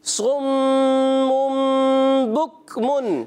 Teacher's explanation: پہلا غنہ ہوگا میم مشدد، دوسرا غنہ ہوگا اقلاب کا